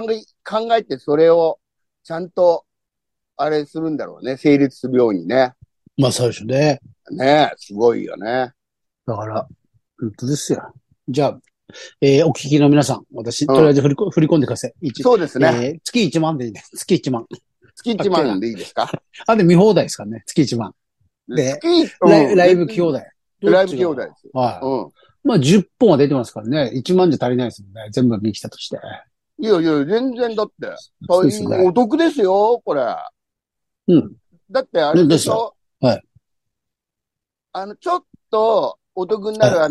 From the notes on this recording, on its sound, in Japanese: ZOOMで収録。